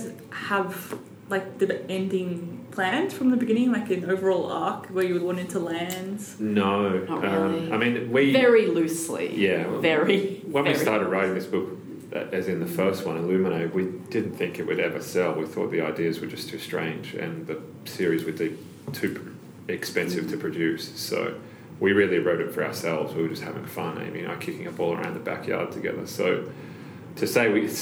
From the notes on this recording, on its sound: Live from the Obsidio launch. This special bonus episode is brought to you live from the book launch of Obsidio.